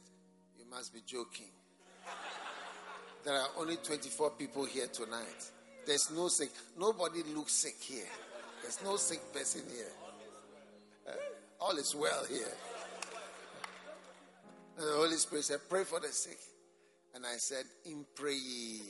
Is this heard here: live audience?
yes